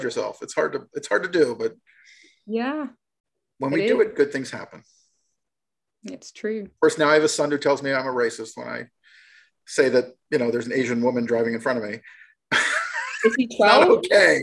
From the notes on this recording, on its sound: (audio file corrected). Apologies… the first send had an audio file that was an hour short… a mystery… Shot via Zoom.